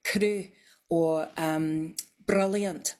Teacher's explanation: It's just a little tap. It's not a long roll, and that's more common in contemporary speakers. · Term: tapped R